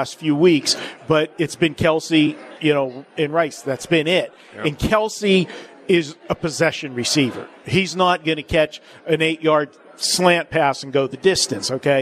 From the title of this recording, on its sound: Live from the Super Book at Westgate Las Vegas